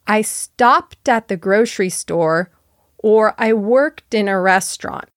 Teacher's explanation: Did you notice how I linked the ED ending to the vowel that followed? · Term: Linking